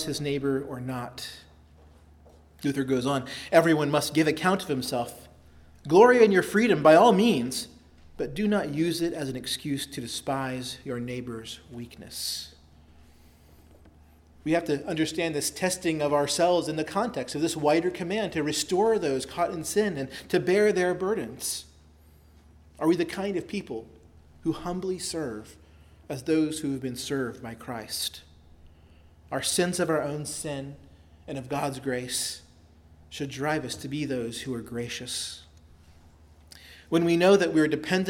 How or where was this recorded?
large echoing room